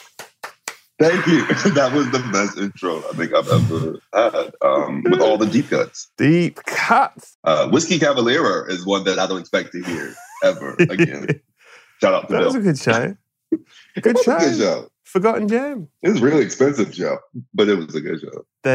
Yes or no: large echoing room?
no